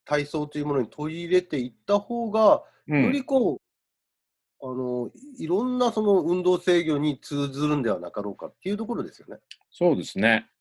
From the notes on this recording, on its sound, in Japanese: コロナの影響で、リモート録音となっており、。音声の質が悪いことをお知らせするとともに、お詫び申し上げます。